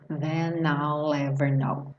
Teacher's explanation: Vou juntar o N com o I, porque eu tenho uma vogal, ou uma consoante e uma vogal.